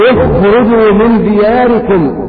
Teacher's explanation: فتجد أن الخاء تخرج من أدنى الحلق